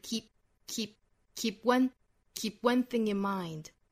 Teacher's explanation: keep 尾部的这个 p 的发音不要把它爆破出来啊